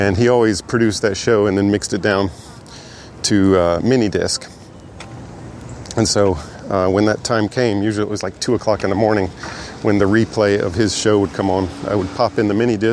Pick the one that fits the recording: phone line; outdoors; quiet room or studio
outdoors